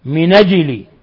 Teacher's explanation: ولا يخفى قلقلة الجيم عند الجميع لأنها من حروف قطب جد. قوله تعالى من أجل، نون ساكنة جاء بعدها الهمزة لحكم التجويد، إظهار حلقي، إظهار حلقي.